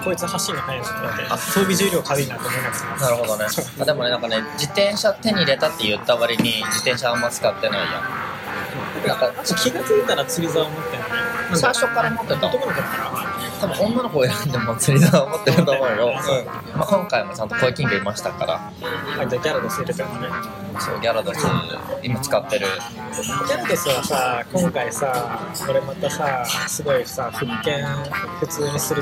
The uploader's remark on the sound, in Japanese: コーヒーショップで急遽収録した為、雑音があり聞きづらく